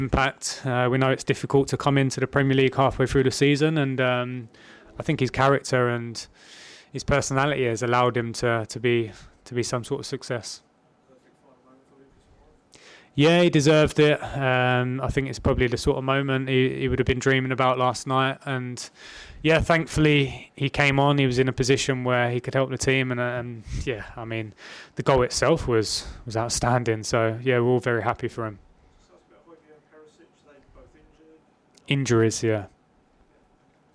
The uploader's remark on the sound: PRESS CONFERENCE